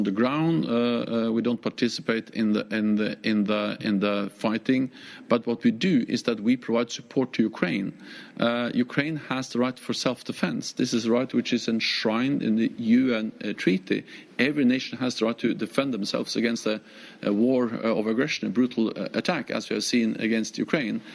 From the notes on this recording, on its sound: a special live interview from the Berlin Foreign Policy Forum